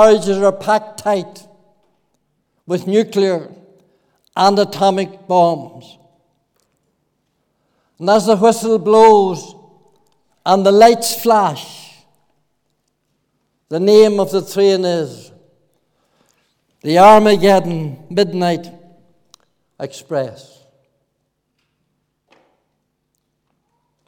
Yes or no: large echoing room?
yes